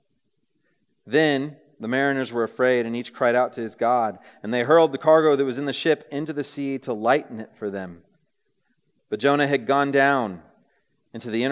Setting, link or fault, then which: setting, live audience